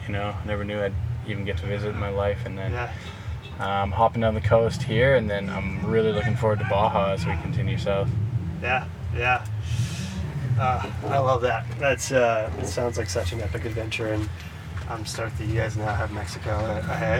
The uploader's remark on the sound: This episode was recorded in person just behind the event venue at the Oceanside Pier and includes the full sounds of a SoCal Beach town - Harleys, electric bikes, lifeguard trucks, boom boxes, skateboards, event announcers, and of course, the surf.